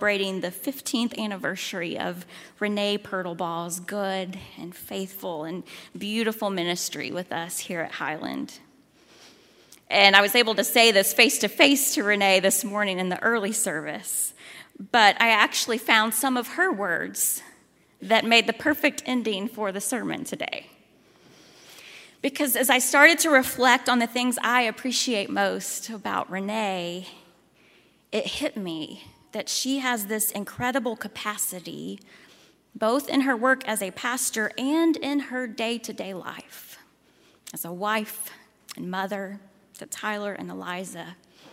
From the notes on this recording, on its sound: at Highland Baptist Church, Louisville, Kentucky